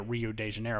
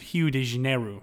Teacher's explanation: So, like the word the word Rio de Janeiro in um, in southern Brazil, that's how they would say it, Rio de Janeiro. But in Rio, beginning R's become an H · Shown in: second take · beginning O, ending O's become a U.